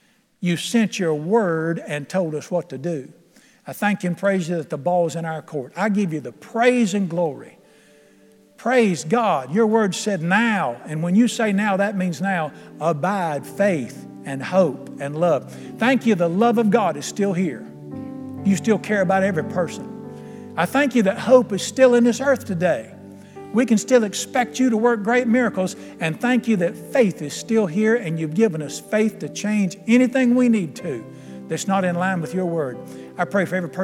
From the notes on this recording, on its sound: at The Lamb's Chapel, Burlington, NC.